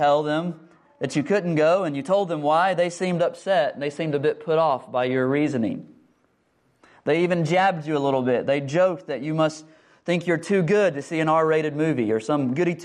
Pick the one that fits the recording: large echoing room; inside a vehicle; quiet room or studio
large echoing room